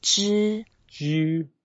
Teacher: 知 is flat, first tone.